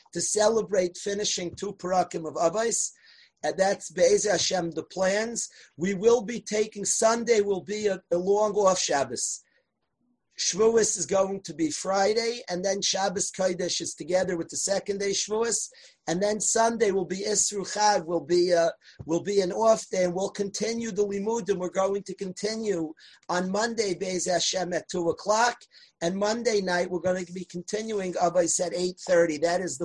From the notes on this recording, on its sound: From last year's zoom shiur - on Torah anytime!